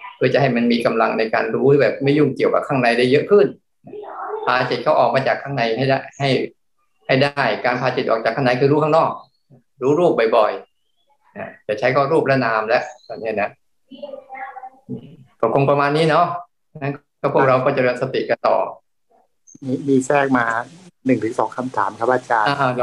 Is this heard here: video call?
yes